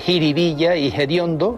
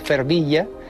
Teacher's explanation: aspiran la F inicial de determinadas palabras populares · Shown in: first take · Así se dice jiribilla y hediondo, en lugar de los originales fervilla, que es una palabra de procedencia portuguesa, y fediondo, del latín foetibundum. · Term: aspiración